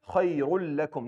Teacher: There's nothing coming through the nose because the noon and the tanween does not exist. It's completely deleted. · Term: idgham kamil bila ghunna